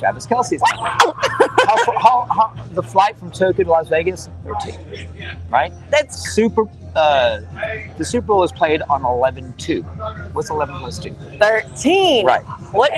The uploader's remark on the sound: Live from The Hollow